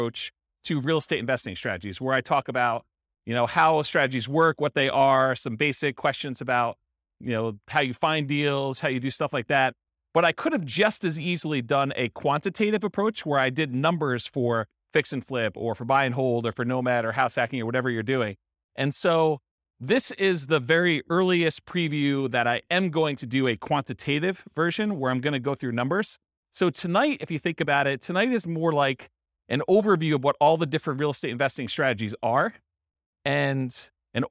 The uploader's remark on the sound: Real estate entrepreneurs in Tucson, Arizona. This was a live class recorded to give investors a solid qualitative overview of all the different real estate investing strategies.